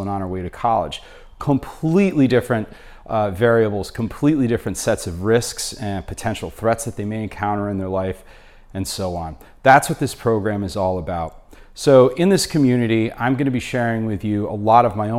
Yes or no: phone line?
no